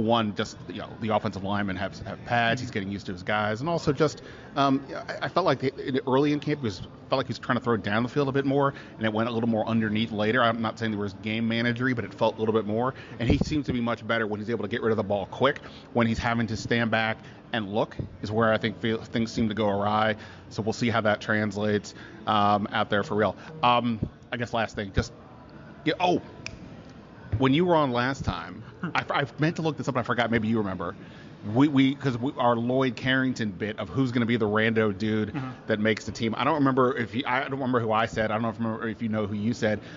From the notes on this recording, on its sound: live from the Washington Commanders' welcome home luncheon